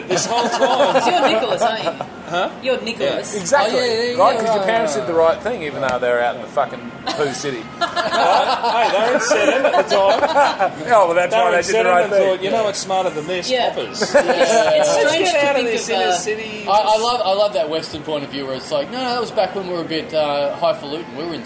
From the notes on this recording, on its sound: A messy, al fresco Talkin' Dum Dum, recorded at the pub!